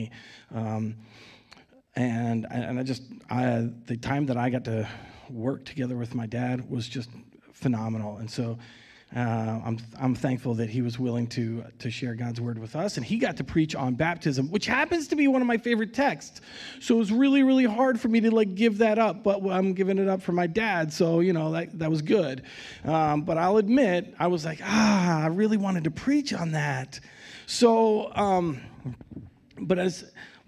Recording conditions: large echoing room